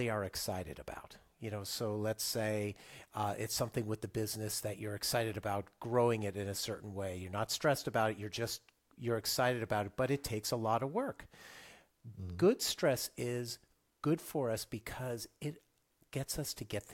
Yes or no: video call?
no